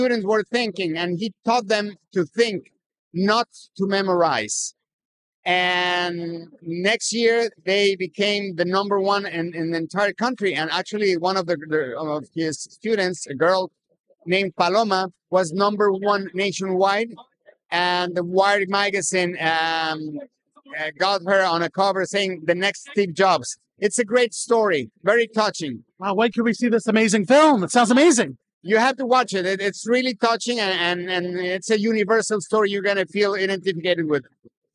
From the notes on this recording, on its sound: our first set of interviews from on location at the Nation Hispanic Foundation of the Arts annual event, Noche Musical!